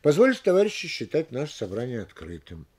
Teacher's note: Если обращение стоит в середине фразы или в конце ее, оно не выделяется ударением.